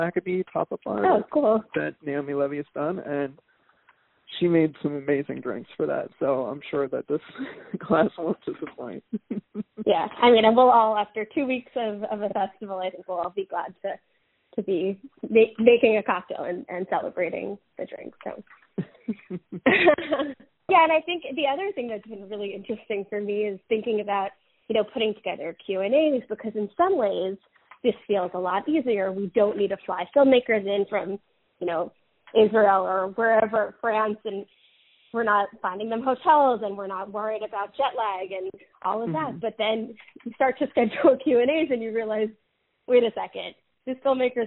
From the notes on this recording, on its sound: chats on the phone